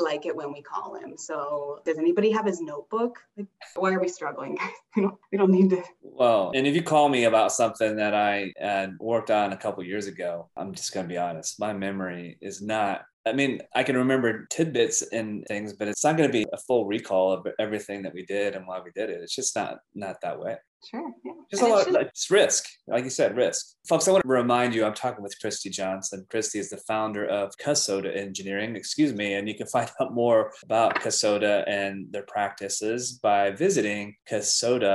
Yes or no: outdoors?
no